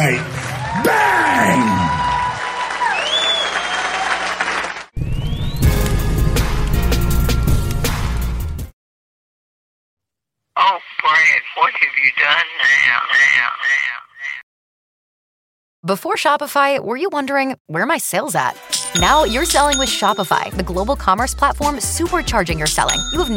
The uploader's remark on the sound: recorded at the Houston Improv